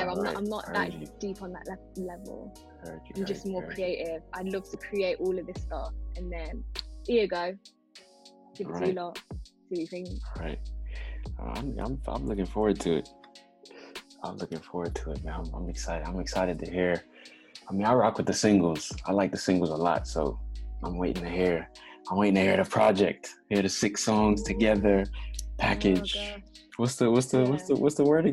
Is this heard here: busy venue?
no